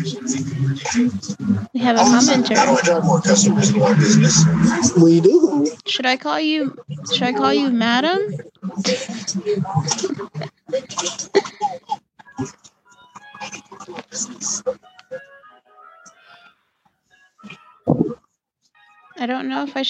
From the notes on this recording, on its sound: Apologies for the somewhat bad quality and the amount of background noise.